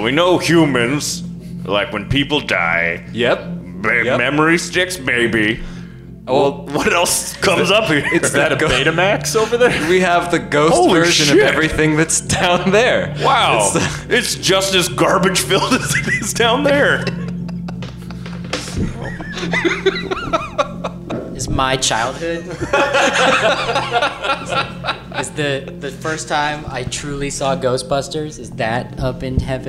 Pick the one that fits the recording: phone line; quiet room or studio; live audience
live audience